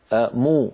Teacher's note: قلبوا الياء واوا من أجل مجانسة الضمة قبلها فيقولون مو، بدلا من أن يقولوا مي يقولون مو من أجل مجانسة الضمة.